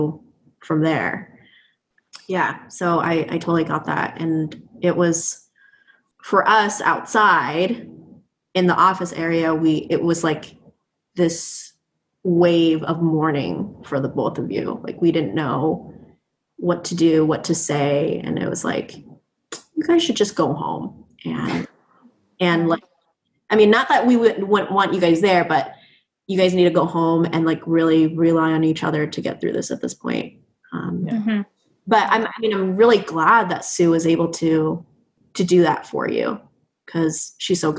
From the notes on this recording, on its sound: via Zoom chat